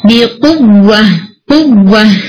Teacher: ہر letter کے اندر یہ pressure نہیں ہوتا لیکن واؤ مشدد کے اندر یہ ہلکا آپ کو نا آواز آپ تھوڑی اونچی کر کے تھوڑا پرومیننٹ کر کے واؤ کو ادا کرتے ہیں ورنہ وہ واؤ مدیا کی طرح لگتا ہے بیقوہ نہیں بیقوہ قوہ ٹھیک ہے جی.